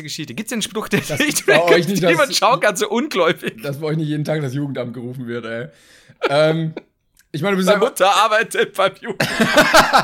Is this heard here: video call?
no